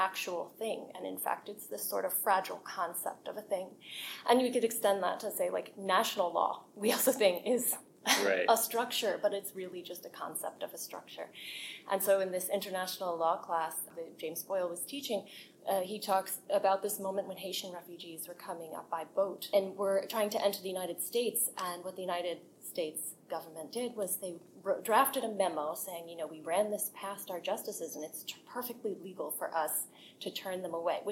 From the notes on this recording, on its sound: TFS at AAA. This episode was not recorded in our usual studio so you may notice a difference in sound quality – but it really adds to the conference vibe, in our opinion!